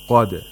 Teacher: the sound of dal bounces off from its place of articulation, and the sound of dal is heard clearly. Qad. We don't say qad. · Term: qalqala